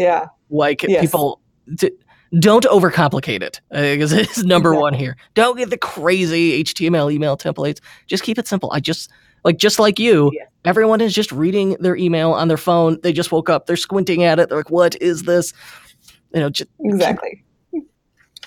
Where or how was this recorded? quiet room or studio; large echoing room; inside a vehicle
quiet room or studio